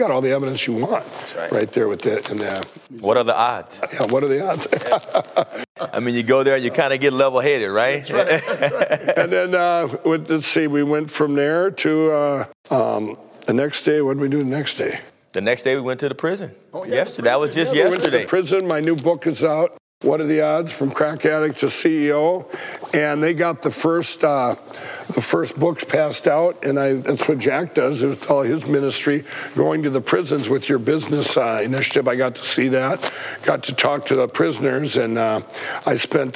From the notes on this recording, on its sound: on location at the House of David in Fairland, OK for this memoriable show.